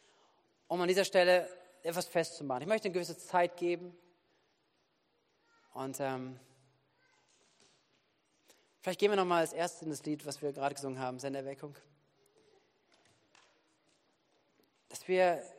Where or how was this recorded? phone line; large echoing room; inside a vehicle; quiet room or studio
large echoing room